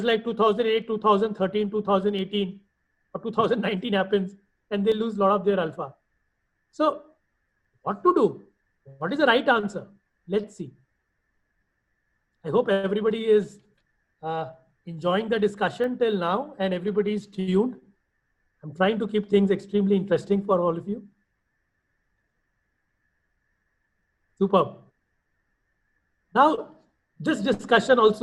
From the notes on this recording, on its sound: IFA Global's recorded webinar